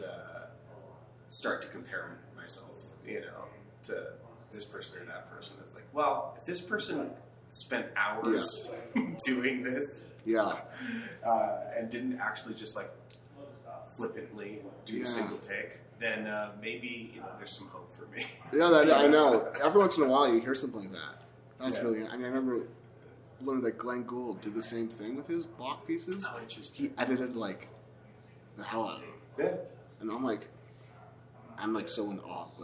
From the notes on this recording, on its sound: We recorded this last month at the Durango Bluegrass Meltdown in Colorado.